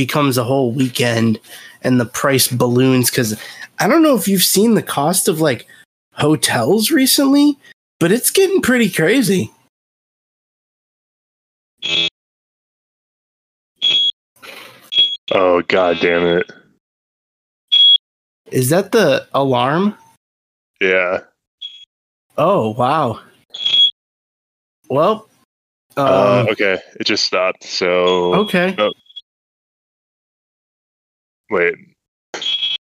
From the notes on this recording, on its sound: Attempt to record live via discord while interacting with the chat!